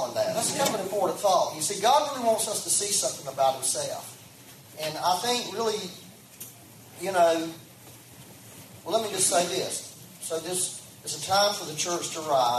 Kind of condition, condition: fault, poor sound quality